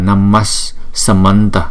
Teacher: Nhưng khi đứng chung với một chữ khác, chúng ta xem kế tiếp là chữ gì, là chữ S, thấy không? Thì chúng ta phải chuyển cái Visarga đó thành chữ S luôn, là đọc là Namasamanta.